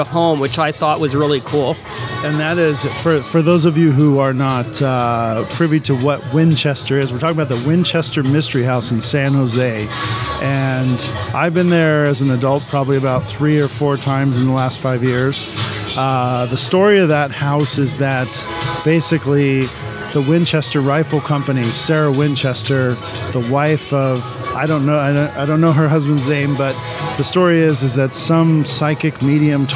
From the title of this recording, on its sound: Live from Creep It Real OC 2021